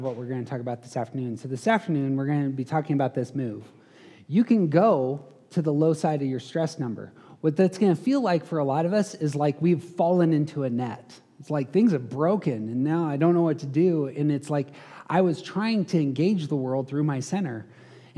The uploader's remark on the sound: Hosted a conference. These episodes contain some of the live audio from that event.